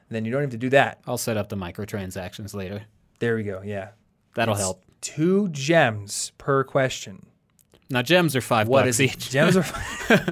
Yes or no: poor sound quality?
no